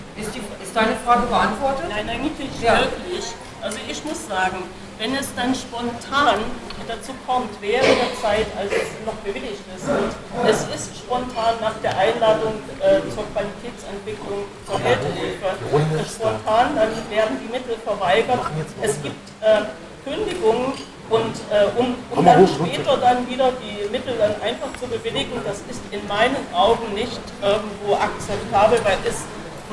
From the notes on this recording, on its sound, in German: Mitschnitt einer Info-Veranstaltung im Berliner Abgeordnetenhaus zum Thema Obdachlosigkeit.